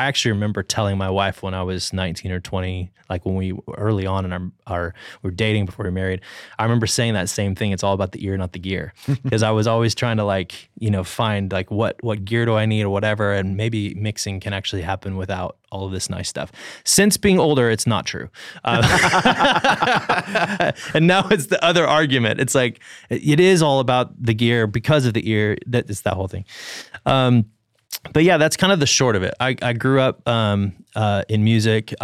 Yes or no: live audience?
no